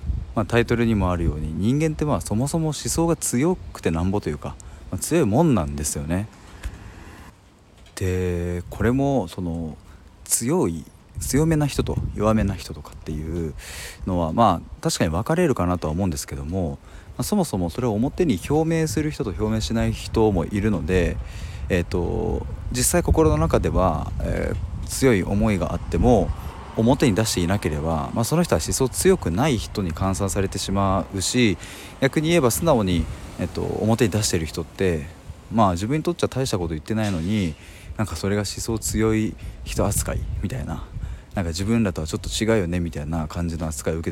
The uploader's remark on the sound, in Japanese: 外からの収録なので雑音がうるさくてすみません